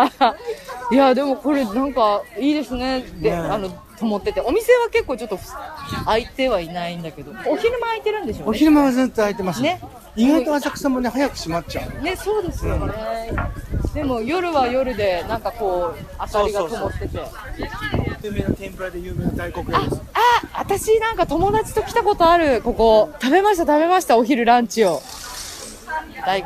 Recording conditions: outdoors